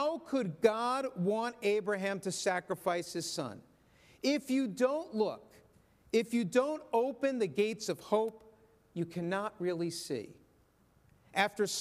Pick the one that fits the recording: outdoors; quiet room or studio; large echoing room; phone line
large echoing room